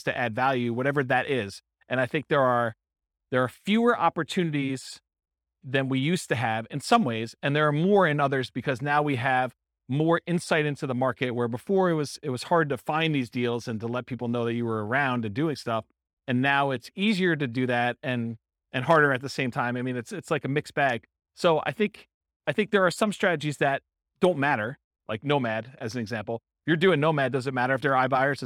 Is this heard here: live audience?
yes